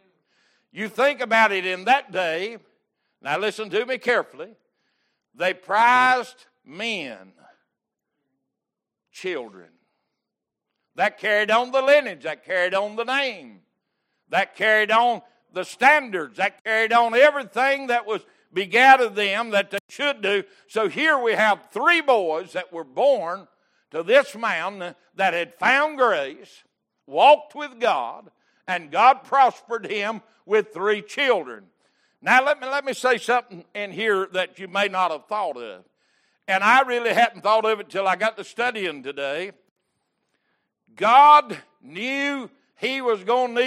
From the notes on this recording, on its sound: Wednesday Evening Service.